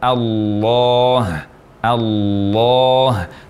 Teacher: mengucapkan lafzul jalalah yang dibaca tafkhim atau tebal, kita ucapkan Allah, Allah, tanpa membulatkan bibir. Bukan Allah, bukan Allah, namun yang benar Allah. · Term: lam tafkhim